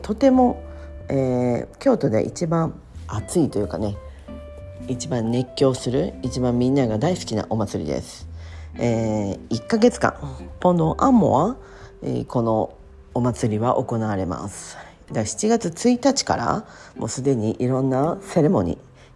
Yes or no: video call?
no